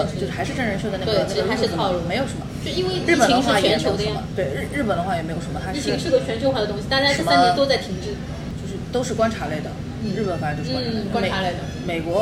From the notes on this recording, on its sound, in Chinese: 本次录制花费：洋风炭火屋 398元，整2期！